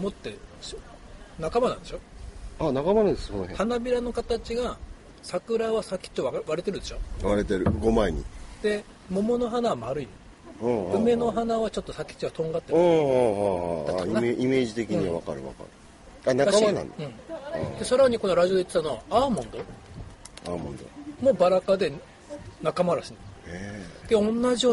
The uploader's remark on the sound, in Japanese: 熊本城の下でお花見しながら収録しました